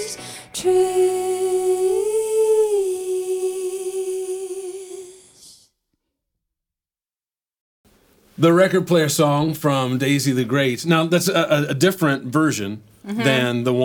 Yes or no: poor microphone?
no